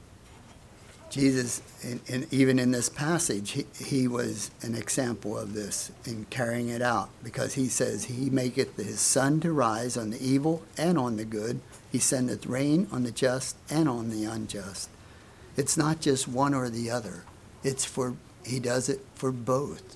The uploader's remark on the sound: Message preached at Word of Hope